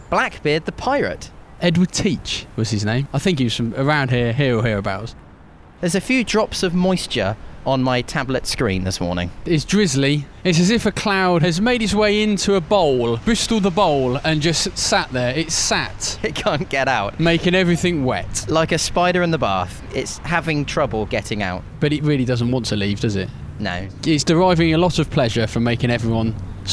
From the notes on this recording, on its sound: on an entertaining walk as they discover the sights and sounds of Bristol.